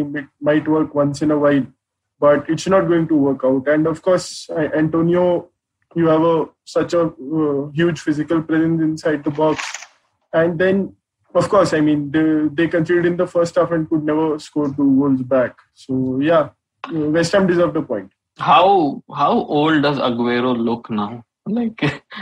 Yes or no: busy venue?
no